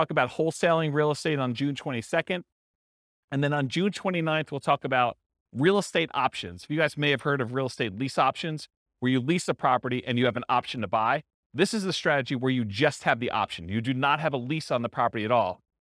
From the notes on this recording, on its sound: This was a live class recorded